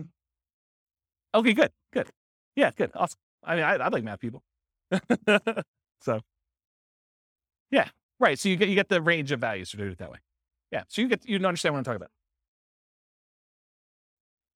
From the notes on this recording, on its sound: This was a live class recorded.